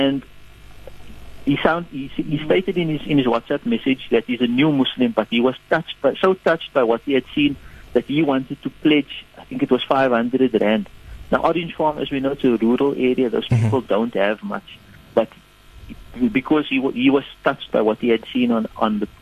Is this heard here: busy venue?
no